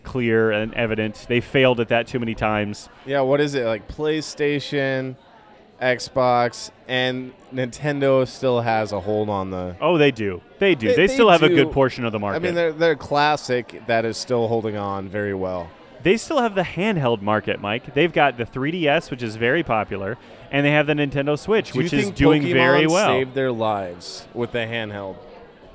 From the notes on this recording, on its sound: recorded at Off The Vine